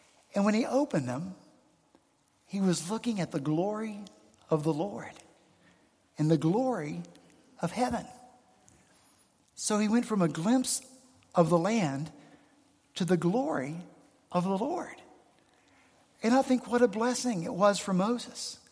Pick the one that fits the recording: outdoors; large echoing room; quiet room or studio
large echoing room